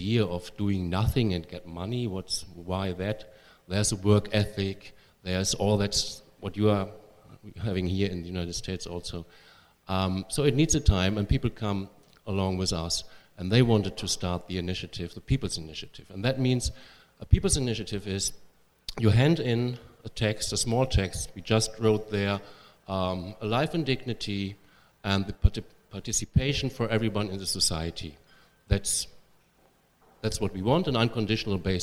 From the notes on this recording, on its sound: Joined us in San Francisco for a live event about his groundbreaking campaign.